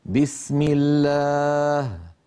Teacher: لاحظوا بأن لفظ الجلالة سبق بكسرة الميم فرقق · Term: الترقيق